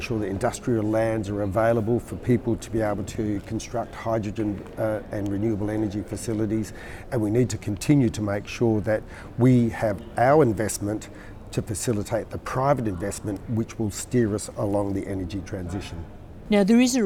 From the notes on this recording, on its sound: On the sidelines of the conference.